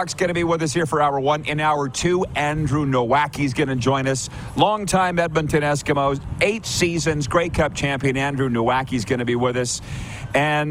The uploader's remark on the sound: LIVE from the Beachouse in Pompano, FL